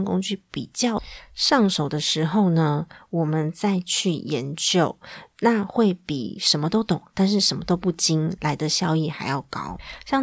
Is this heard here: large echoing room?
no